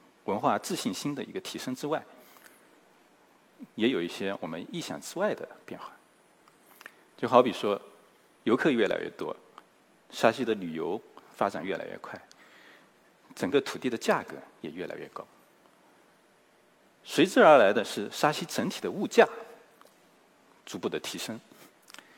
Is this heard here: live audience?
yes